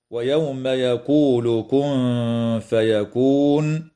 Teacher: إخفاء حقيقي مع الغنة مرققة للنون الساكنة عند الفاء